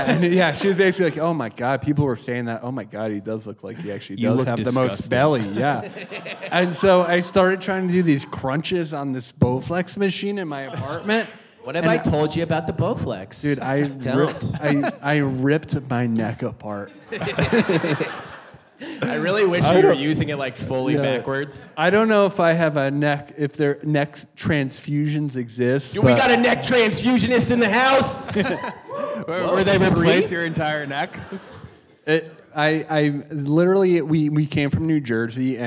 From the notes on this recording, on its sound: This live episode took place in New York City as part of the NYCPodfest. Maybe you should have bought a ticket and used your real ears to hear it live. For real though, I'm sorry, this is how they recorded it.